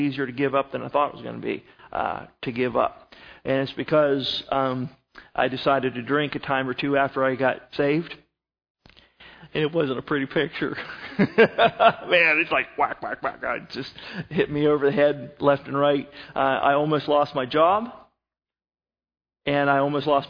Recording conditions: large echoing room